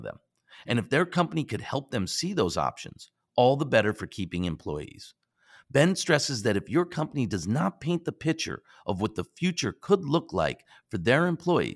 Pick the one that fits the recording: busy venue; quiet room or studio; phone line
quiet room or studio